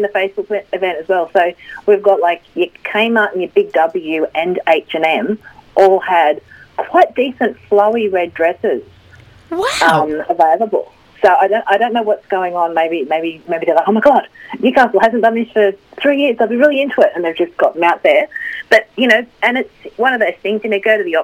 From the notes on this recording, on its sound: called in to give us all the details